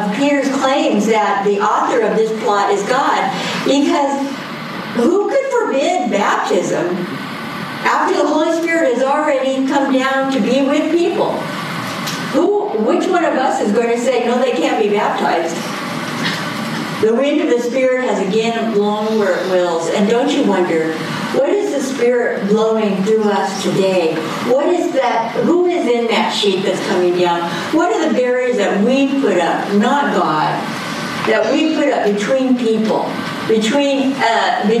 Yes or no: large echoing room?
yes